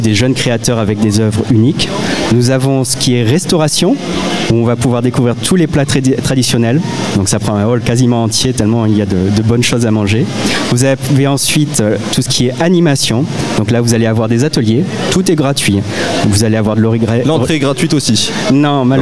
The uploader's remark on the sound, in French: Dans le cadre de la Foire Internationale de Montpellier 2023, Radio Aviva était en direct depuis le Hall B2 pendant neufs jours. Notre invité en plateau.